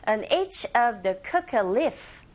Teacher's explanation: of 뒤에 종간사 더 나왔습니다. 이 of 더 둘 다 기능어이기 때문에 빠르고 약하게, 그래서 on each of the 약하게 coca leaf 이렇게 하시면 돼요.